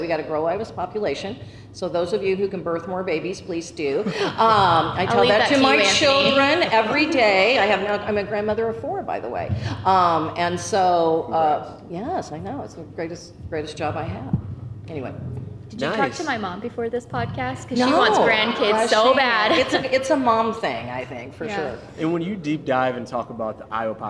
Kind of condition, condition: setting, live audience